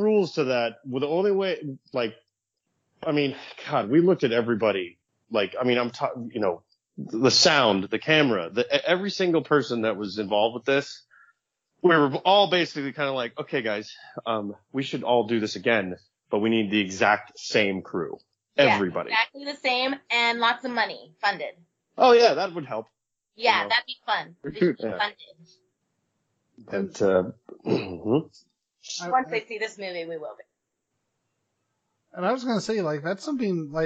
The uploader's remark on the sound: Unfortunately there were some audio issues that we were able to work around.